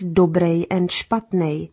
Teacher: Adjectives like dobrý or špatný, good or bad, are usually pronounced as dobrej and špatnej.